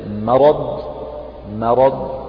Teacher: فرقق الميم ولا تقل مرض بتفخيمها، لا تقل ما ولكن قل ما، مرض مرض مع المحافظة على تفخيم الراء والضاد.